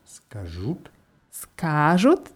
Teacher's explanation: Die Betonung ist auf dem A.